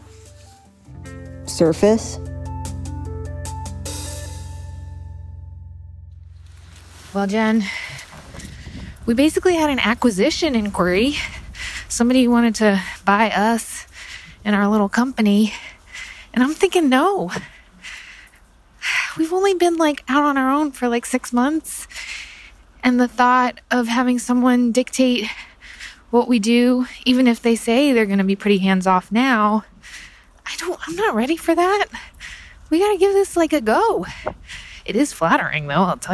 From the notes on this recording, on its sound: a strange mash-up of voice memos